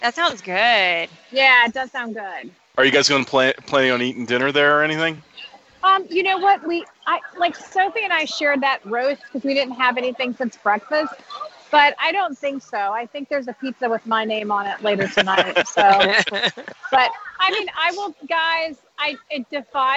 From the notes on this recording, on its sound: Opening Day Live Review. Live on the Planet of Batuu, in the middle of Black Spire Outpost. This show was recorded live so you'll hear her interactions with the citizens of Batuu and even some members of the First Order.